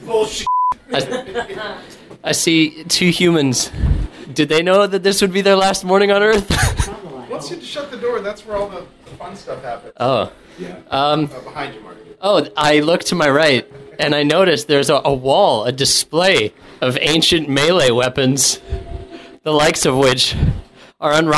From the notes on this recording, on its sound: The Bloomington Krampusnacht had lots to offer the boys of Blurry Photos as they road tripped to Indiana for some on-the-go reporting. The audio, much like the conversation, is questionable. There’s live reporting from the front lines of the parade.